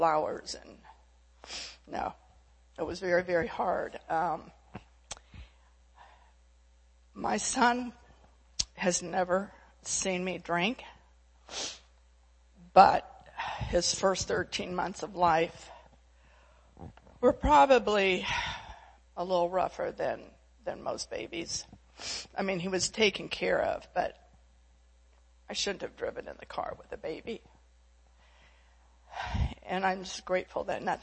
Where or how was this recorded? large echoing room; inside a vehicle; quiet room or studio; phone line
large echoing room